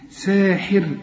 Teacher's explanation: إذا وقفت رقق الراء لأنها ساكنة، ومدام ساكنة نشوف الحرف اللي قبلها إذا كان مكسور رقق